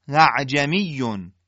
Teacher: تنها موردی که از این قانون، یعنی قانون تحقیق همزه، استثناء شده کلمه اعجمیون که در واقع همزه دوم اعجمیون در سوره مبارکه فصلت آیه 44 باید حالت بین بین ادا بشه، یعنی همزه دوم تسهیل میشه، یعنی یه حالتی بین همزه و الف مدی ادا میشه، ولی همزه اول با همون حالت تحقیق همزه و نبر ادا میشه.